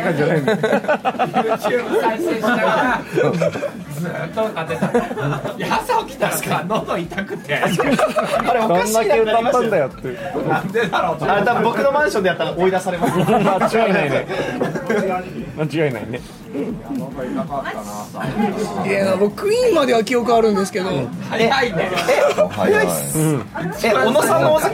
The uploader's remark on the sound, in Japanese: 大阪の西成の酒場で録音！朝からビールを飲みながらわいわい話てます。